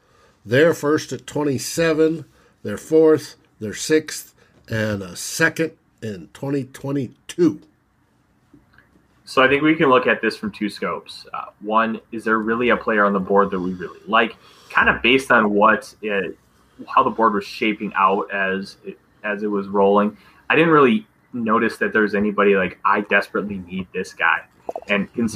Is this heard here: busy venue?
no